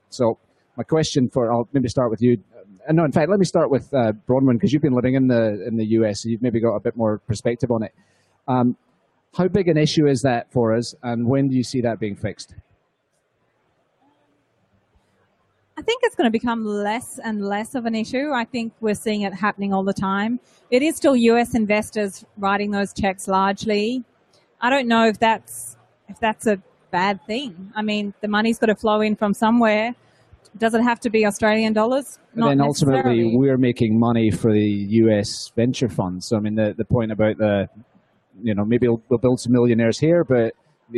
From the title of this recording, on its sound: From The Big Pitch 2015